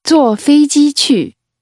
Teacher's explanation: The word 坐 is pronounced with a falling tone.